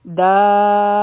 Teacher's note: دا به شپږ حرکه اوږدوو او په با باندې به په زور سره راځو